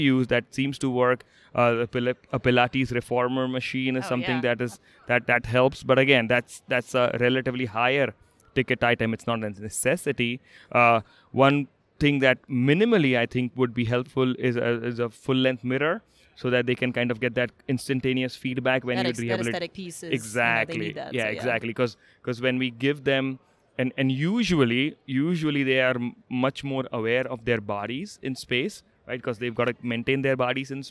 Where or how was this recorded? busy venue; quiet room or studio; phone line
busy venue